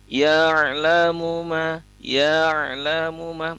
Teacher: Nah, tapi pada saat melafazkannya itu tidak ya'lamu ma, melainkan ya'lamu ma, ya'lamu ma, ada bunyi ain yang masih tersisa terikut sebelum kita melafazkan huruf lamnya · Term: huruf ain sukun